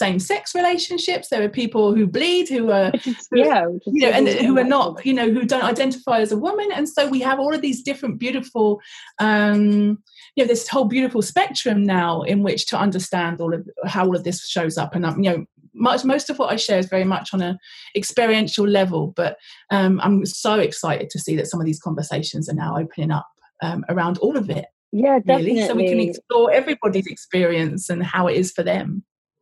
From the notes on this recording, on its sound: this episode was recorded via Zoom due to COVID19, so we apologise for any sound issues